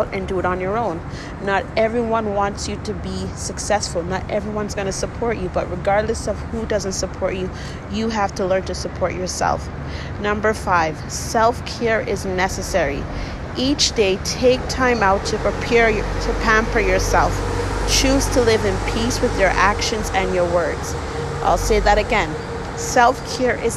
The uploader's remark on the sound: I made this episode while on my break at work. Please don’t get distracted with the noise in the background. I work at the airport.